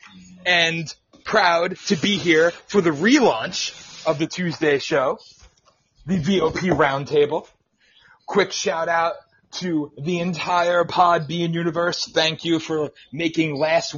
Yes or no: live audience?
no